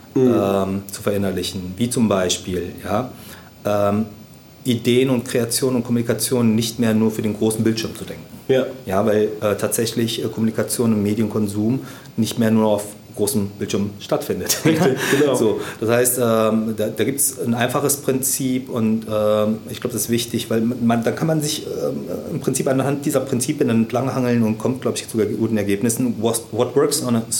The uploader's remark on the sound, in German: Beim OMR Festival in Hamburg